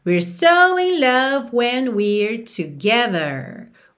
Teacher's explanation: esse primeiro we're, we are contraído, vem bem curtinho porque o so é mais forte